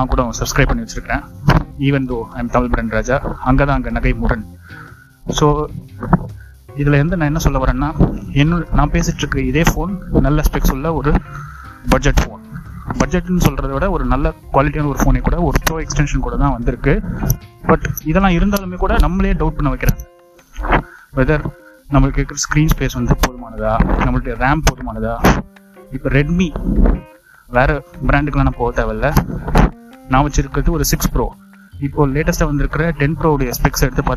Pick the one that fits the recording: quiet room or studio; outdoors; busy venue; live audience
outdoors